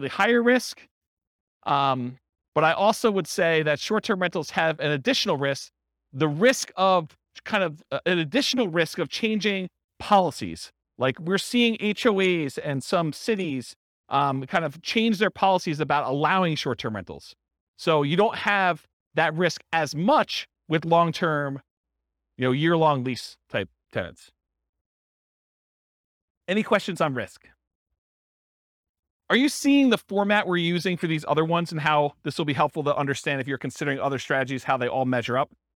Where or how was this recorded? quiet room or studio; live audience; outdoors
live audience